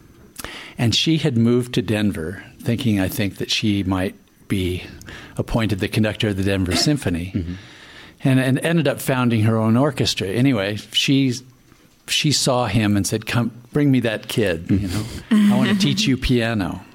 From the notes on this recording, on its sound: This episode was recorded LIVE from the Vail Dance Festival, This episode was recorded on August 6, 2021 at the Manor Vail Lodge.